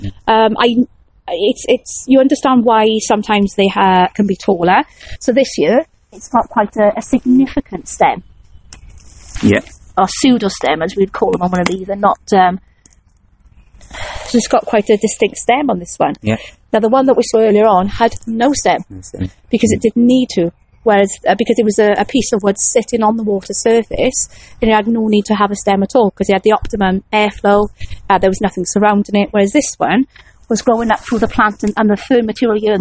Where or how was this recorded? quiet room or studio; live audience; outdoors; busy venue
outdoors